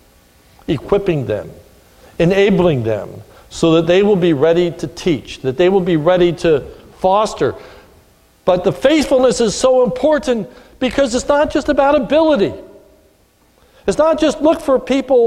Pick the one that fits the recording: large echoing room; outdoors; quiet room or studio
large echoing room